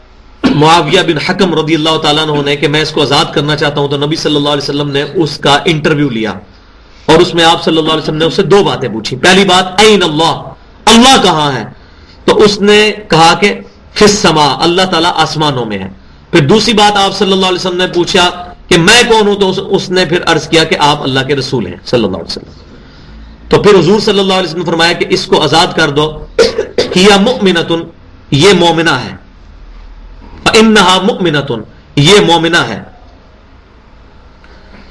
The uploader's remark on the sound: Recorded at Qur'an-o-Sunnat Research Academy Jhelum, Punjab (PAKISTAN)